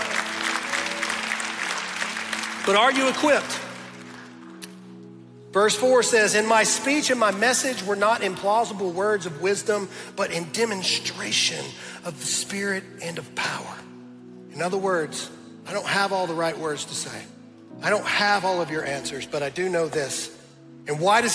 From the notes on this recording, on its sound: my message that I preached at Dream City Church in Phoenix, Arizona